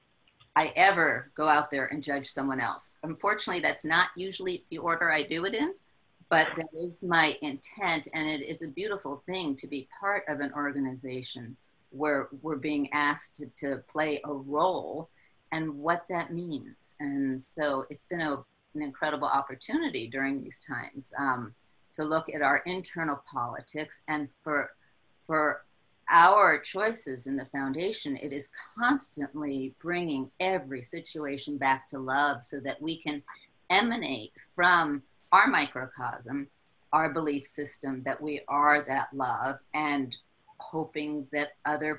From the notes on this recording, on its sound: Enjoy the audio from this 2019 webinar. Interactive Q&A session.